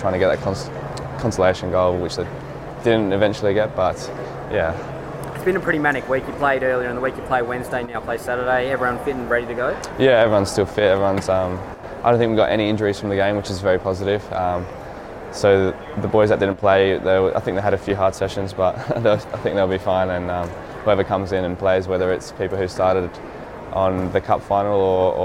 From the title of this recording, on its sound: Hyundai A-League 2019/20 Round 3 - Press Conference